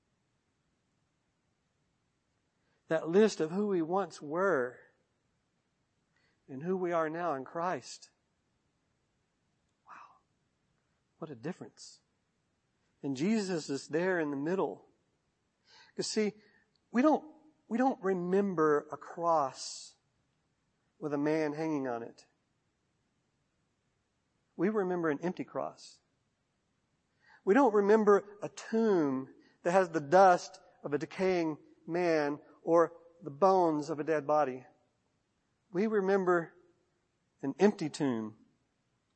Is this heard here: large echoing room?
yes